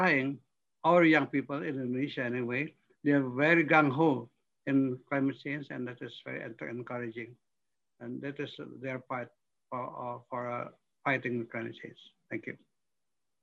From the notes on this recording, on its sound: This public talk – jointly organised by Doha Forum and Middle East Institute, NUS – was conducted online via Zoom